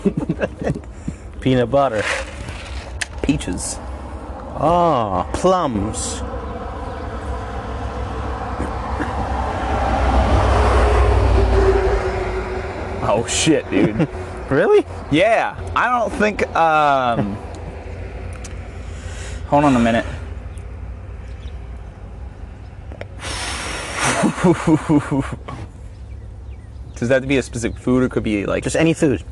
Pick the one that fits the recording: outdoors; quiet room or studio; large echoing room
outdoors